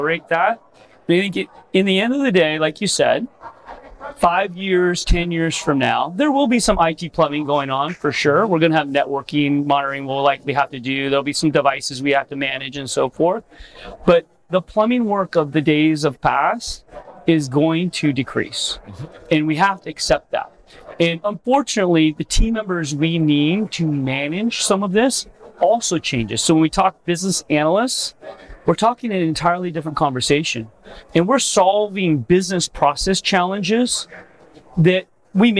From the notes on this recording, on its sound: This was recorded at IT Nation Connect 2023.